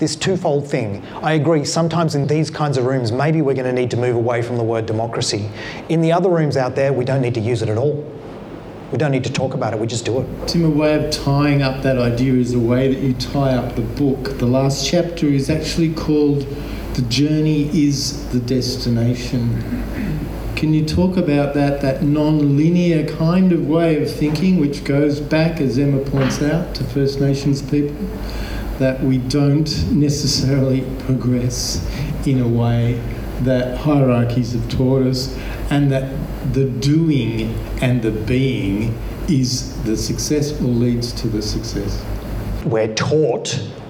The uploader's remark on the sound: He was in conversation at the Taproom in Castlemaine. With an extended Q&A with the audience.